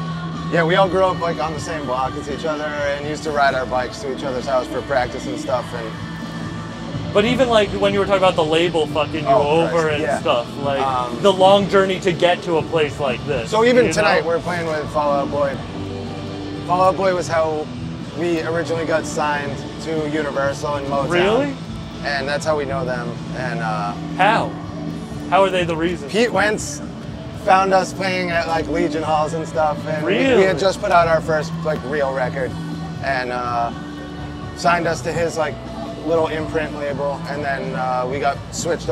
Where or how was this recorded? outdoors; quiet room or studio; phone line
outdoors